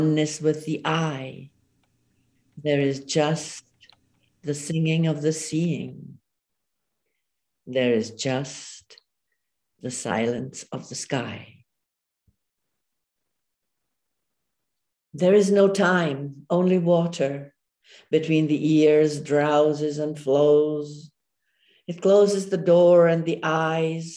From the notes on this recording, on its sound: Via Zoom from Prague.